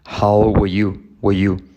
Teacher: la R de were, no se pronuncia